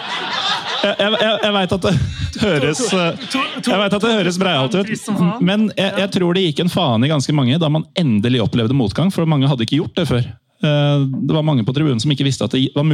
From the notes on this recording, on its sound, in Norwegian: Live fra E.C. Dahls! Vi feiret 200 med ølsmaking på bryggeriet FØR podcasten.